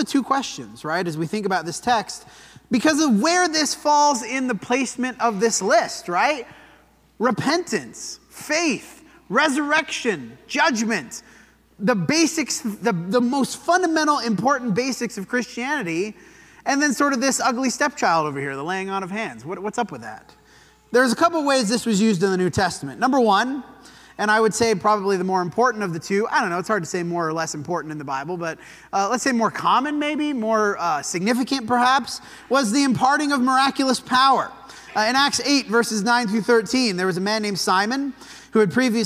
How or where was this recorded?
large echoing room